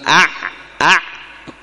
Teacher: فهو قال هو العين بطبيعتها حرف يتخامد، يعني صوته يكون ضعيف وأقل وضوح، ضئيل. فعندما يقول الإنسان مثلا أع يجد للعين جريانا ضئيلا ضعيفا ضعيفا، ثم يتلاشى هذا الصوت أع ثم يذهب، ما يبقى مستمر مثل الميم.